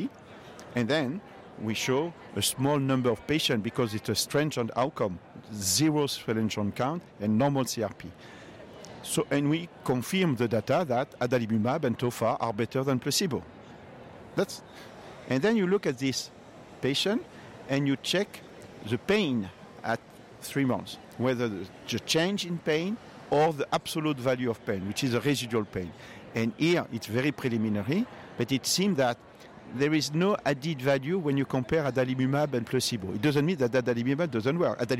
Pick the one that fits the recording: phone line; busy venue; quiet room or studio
busy venue